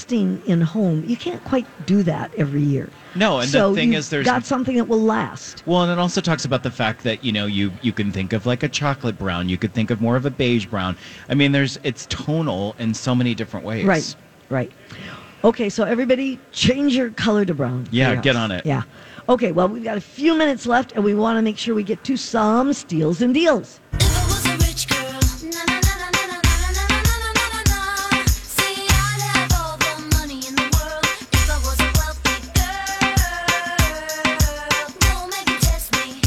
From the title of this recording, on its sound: Live at Minnesota Golf Show